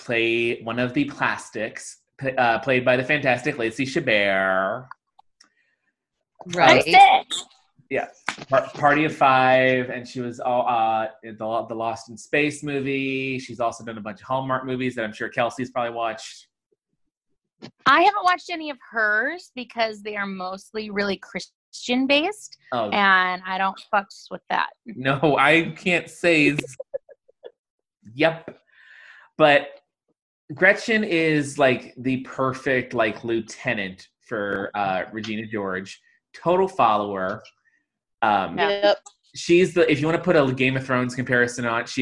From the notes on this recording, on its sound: We're back amid the COVID-19 pandemic as we do our best with Zoom to deliver you an episode.